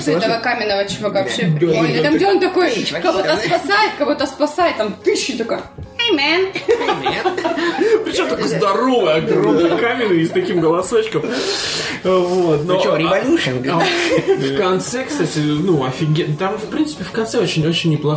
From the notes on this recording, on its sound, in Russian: Под звуки салюта в Лондоне в честь ночи Гая Фокса (реально хлопает на заднем плане приодически).